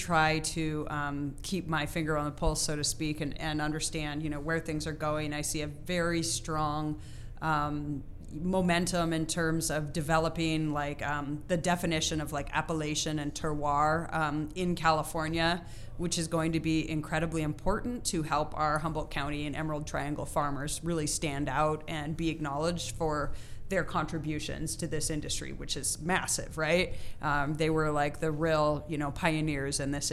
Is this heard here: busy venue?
yes